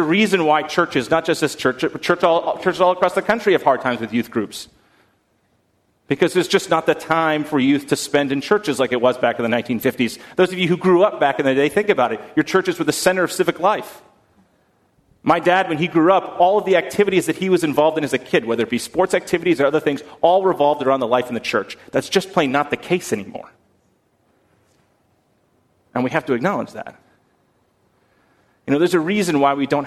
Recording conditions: large echoing room